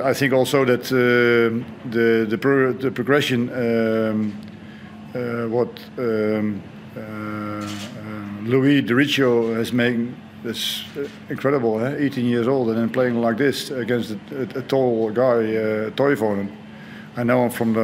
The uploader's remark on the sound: Post-Match Press Conference